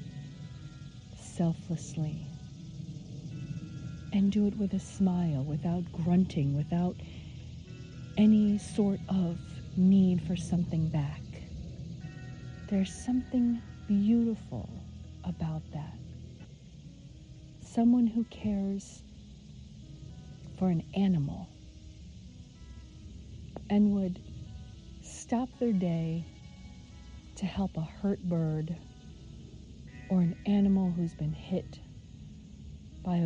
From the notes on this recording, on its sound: Walk and Talk